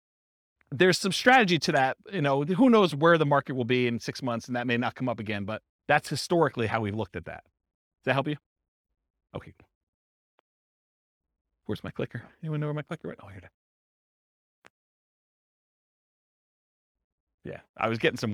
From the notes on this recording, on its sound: This was a live class recorded